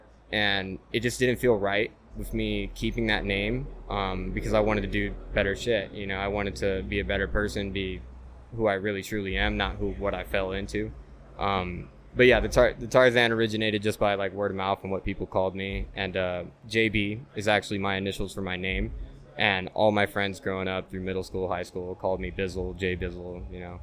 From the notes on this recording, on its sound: Recorded live at the iconic Jackpot Bar & Grill in Las Vegas.